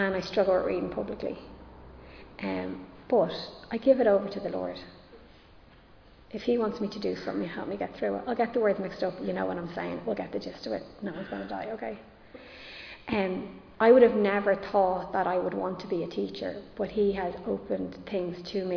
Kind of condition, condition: setting, large echoing room